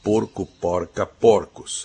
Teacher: quando o feminino sofre metafonia, o masculino fechado, o feminino aberto, normalmente o plural também é aberto